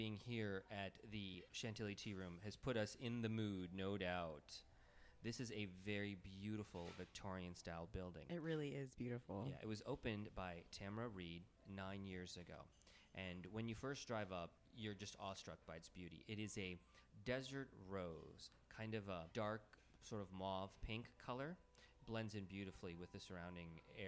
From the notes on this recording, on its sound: record this week from the Chantilly Tea Room